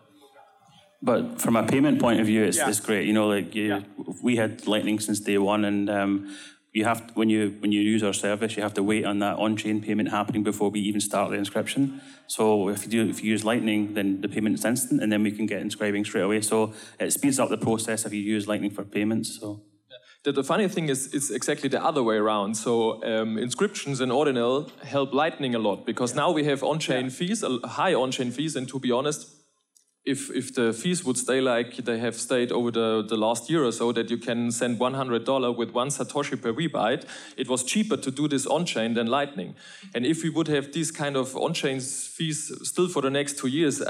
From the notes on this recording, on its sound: Recorded Live in Miami Beach at the Ordinals 2023 Conference.